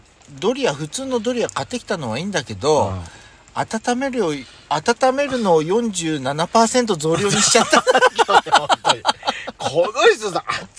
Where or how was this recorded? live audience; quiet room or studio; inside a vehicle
inside a vehicle